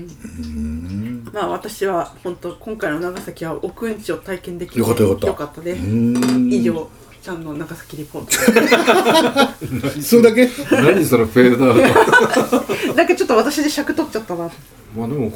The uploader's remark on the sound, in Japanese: 長崎の夜はタコパで座談会。今回も長崎での収録回です。今宵は3人でたこ焼きパーティ。大衆酒場 いけいけ松ちゃん｣。雑音等、お聞き苦しい点がございます。なにとぞご容赦下さい。